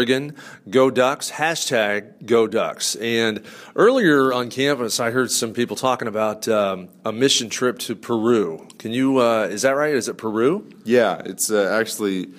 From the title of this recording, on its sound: Live from a Sigma Phi Epsilon national conference